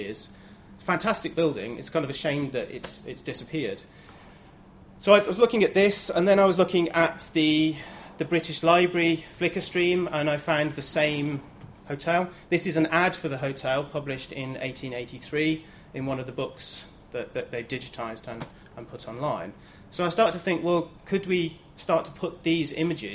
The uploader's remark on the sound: Friday lunchtime lecture